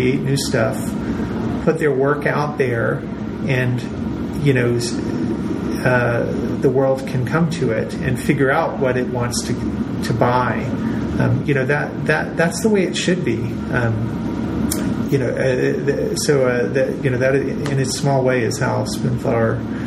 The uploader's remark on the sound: We recorded this episode at Grey's Fabrics in Boston's South End.